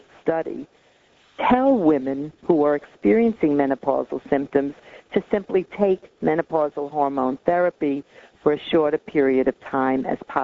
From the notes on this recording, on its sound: August 2005 Author in the Room® Teleconference